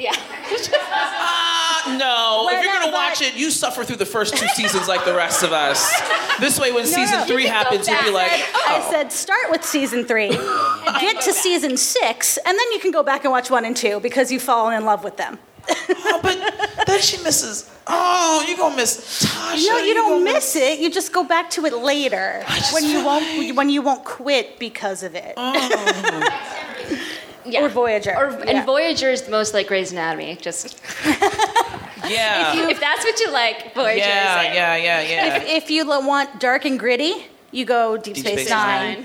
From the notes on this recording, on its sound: Recorded live at Respect: Women’s Podcast Festival in Philadelphia, PA.